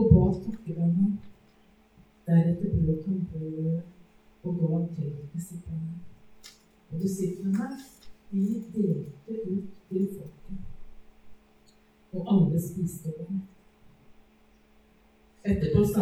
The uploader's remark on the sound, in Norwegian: Beklager, dårlig lydkvalitet.